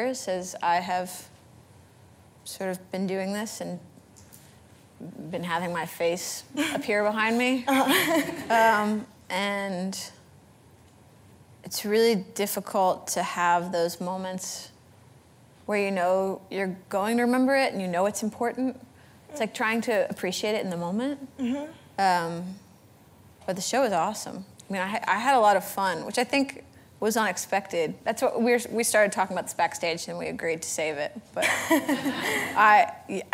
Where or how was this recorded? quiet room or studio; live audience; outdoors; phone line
live audience